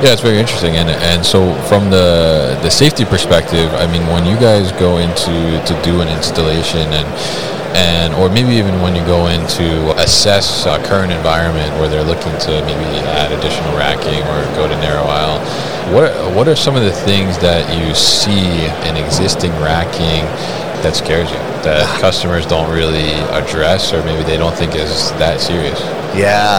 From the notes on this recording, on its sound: Baker Industrial at MODEX 2022.